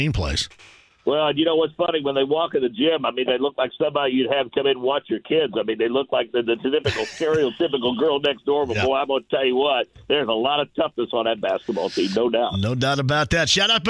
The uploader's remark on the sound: He then turns to the phone lines and takes a call! He then opens the phone lines back up!